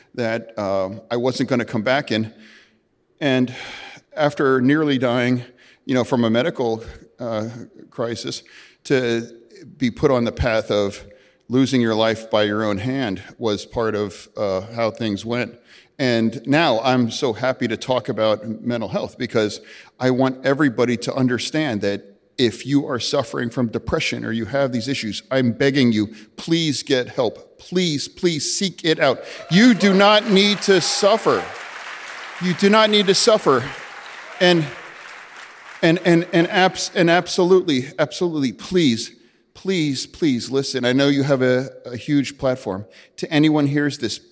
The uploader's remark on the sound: Live from DC! Live in Washington, DC!